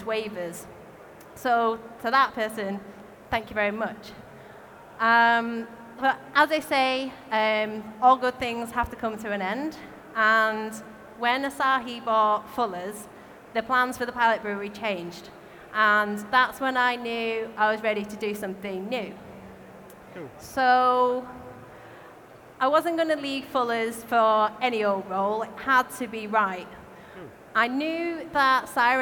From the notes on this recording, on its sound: recorded at our Brewers Congress in London